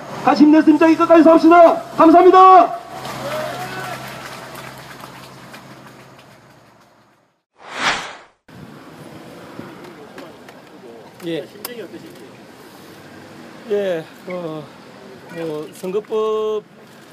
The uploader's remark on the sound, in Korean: 집회와 기자회견 시민 인터뷰들 현장의 소리를 전합니다. 지난 9월 9일 핵발전소 반대 기자회견 및 퍼포먼스의 현장의 소리를 전합니다.